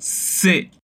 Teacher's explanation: o apagamento do e e a junção ao som da vogal seguinte. Ou seja, ao invés de falarmos se é, para dizer isso é ou simplesmente é, dizemos se.